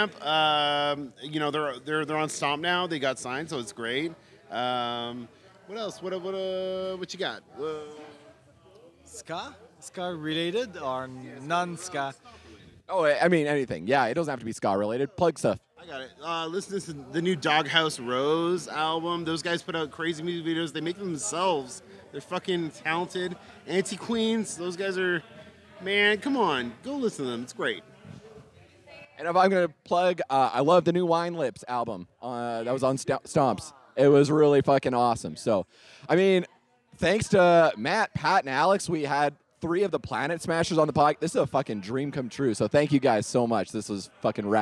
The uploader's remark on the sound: live from the Stomp 26 Anniversary Show in Edmonton!